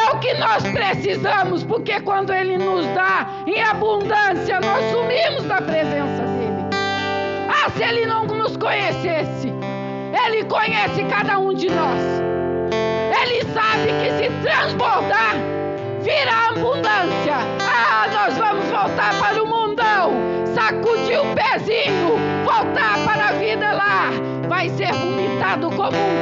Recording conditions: large echoing room